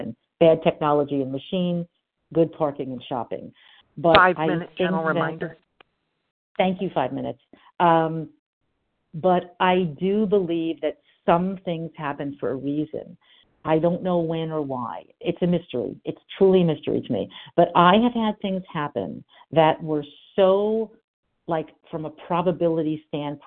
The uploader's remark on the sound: from the 100 Pounders Phone Meeting